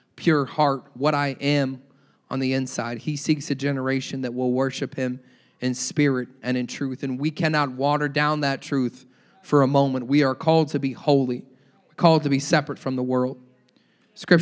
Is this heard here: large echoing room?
yes